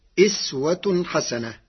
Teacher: قرأ ورش كلمة أسوة بكسر الهمزة فتصير إسوة حسنة، وهي لغة أهل الحجاز